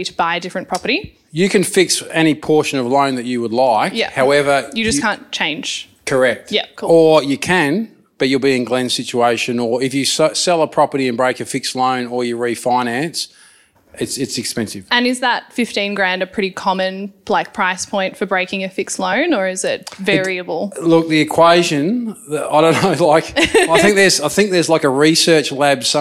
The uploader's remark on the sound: We recorded this speedy lil express ep. At our live show in Melbourne.